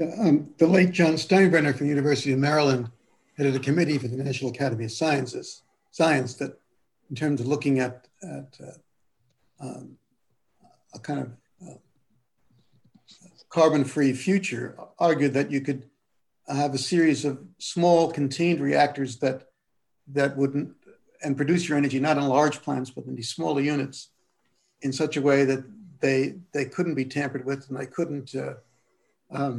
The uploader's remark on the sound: A webinar panel.